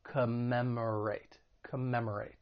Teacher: When pronouncing this verb, it has four syllables. The stress is on that second syllable